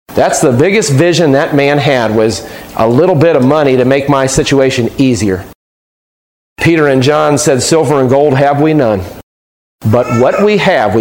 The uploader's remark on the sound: Taken from a sermon preached on July 5, 2015.